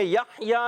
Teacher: یحیا میں ہا کی ادائیگی کلیئر رکھنی ہے حلق کے درمیان والے حصے سے، ہا حلق کے درمیان والے حصے سے اور ہا حلق